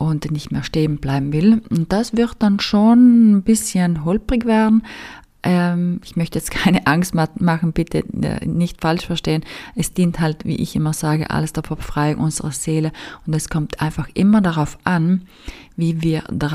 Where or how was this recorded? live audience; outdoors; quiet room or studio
quiet room or studio